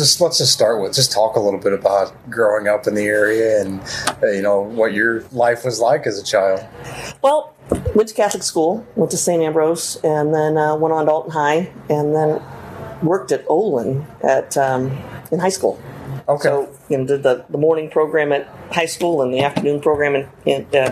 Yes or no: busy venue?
yes